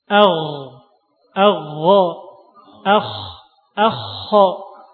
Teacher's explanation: Tenggorokan yang paling atas, yang paling dekat dengan mulut, yaitu makhrajnya ghain dan kha.